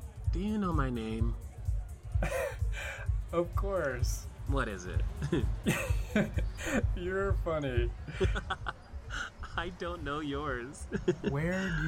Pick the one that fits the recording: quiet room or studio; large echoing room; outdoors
outdoors